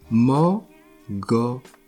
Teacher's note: Avec trois O ouverts.